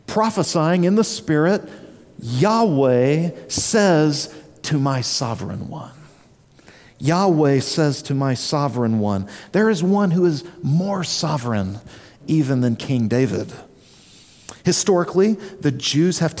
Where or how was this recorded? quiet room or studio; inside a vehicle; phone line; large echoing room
large echoing room